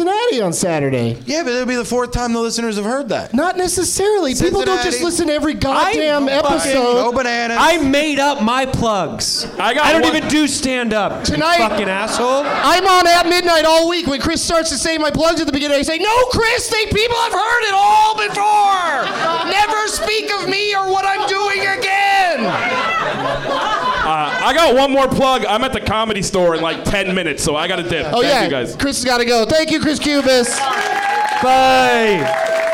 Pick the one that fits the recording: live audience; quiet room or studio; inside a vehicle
live audience